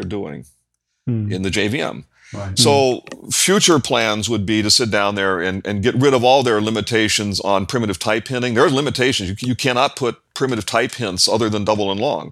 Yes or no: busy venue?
no